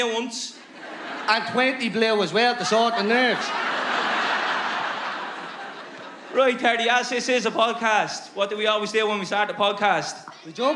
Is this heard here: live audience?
yes